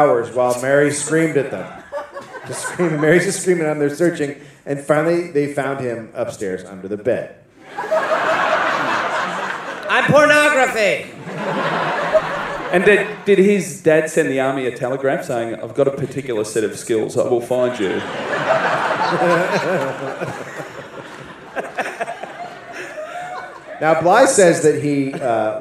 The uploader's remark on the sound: Live in Australia. Live from The Powerhouse Theater in Brisbane, Australia.